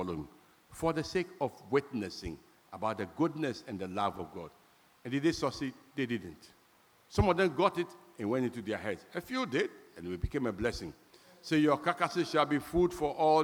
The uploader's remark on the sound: Sermon preached at CBC Shiashie Campus